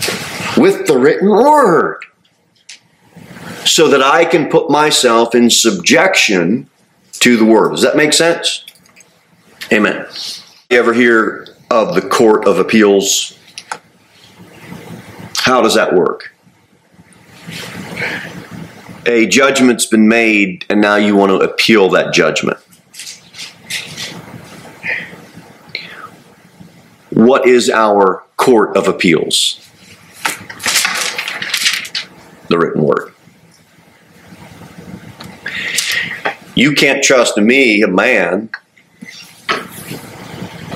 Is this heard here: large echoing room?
yes